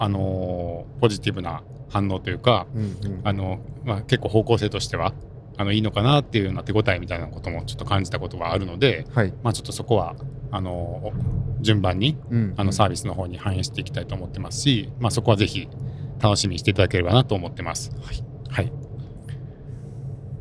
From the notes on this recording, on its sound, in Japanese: オフ会の感想を、帰りの車の中で収録しました。